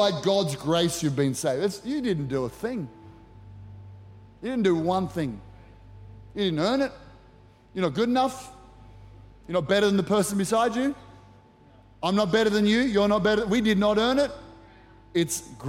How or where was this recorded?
large echoing room